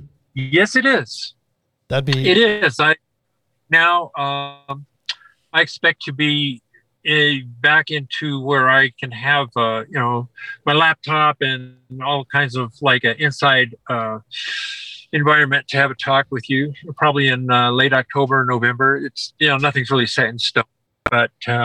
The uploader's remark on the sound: Our committed guest was recording from his vehicle in a rural Colorado campground hence the poor-ish audio